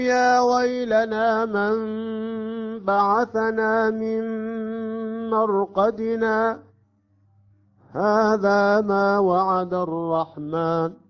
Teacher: هنا نسكت على الألف في مرقدنا بحركتين، ثم نبدأ هذا ما وعد الرحمن · Term: السكت